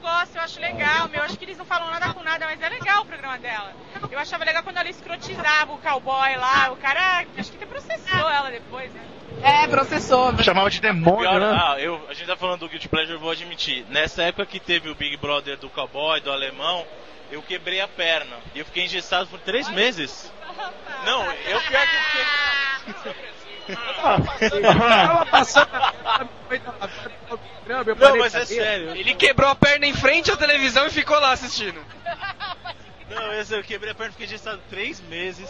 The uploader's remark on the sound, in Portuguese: Gravado diretamente da Campus Party. Escute os podcasters e blogueiros sobreviventes ao penúltimo dia de evento.